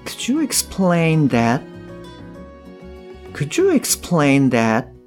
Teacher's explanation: could っていうのが、あの、どっちになるのかなってあの、考えられたケースもあるかもしれないです。で、答えを言いますと、explain と that この2つになります。なので、発音的には、この explain と that が、えー、しっかり発音されるということになります。そして、えー、残りの could と you ですよね。こちらの方が、機能語になります。えー、さらにその連結であったりとか脱落、まあこういったものをちょっと考えたときに、まずは could と you がつながって could you のようになります。そして、えー、that の t ですね。最後の t の音。これも脱落して that みたいな感じになると